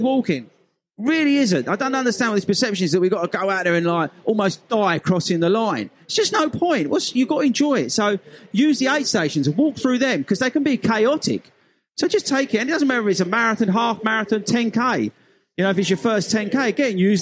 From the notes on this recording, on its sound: In this special edition we head to the National Running Show 2023 for our first ever LIVE show in front of a packed audience! This was an epic live session.